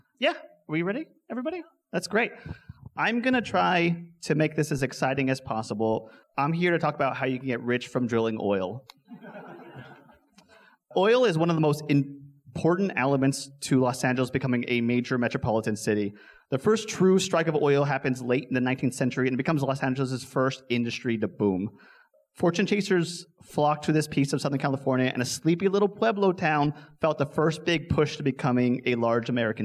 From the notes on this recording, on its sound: An L.A. Podcast Event (live recording). This live recording comes to you in the format of our show.